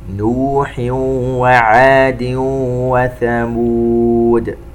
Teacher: تنوين وبعدها حرف الواو ورد 2 مرات، إدغام بغنة